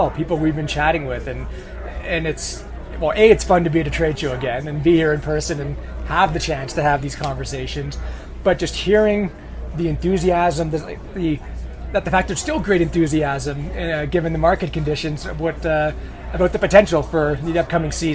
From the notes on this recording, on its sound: Live from the Big Gear Show Day 1. Broadcast live from the show.